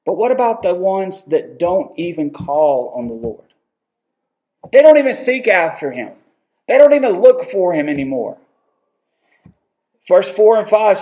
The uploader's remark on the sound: Recorded October 19, 2022 at Friendship Baptist Church.